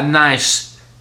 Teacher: he'd hit nice so hard that the C was like sort of a sibilant S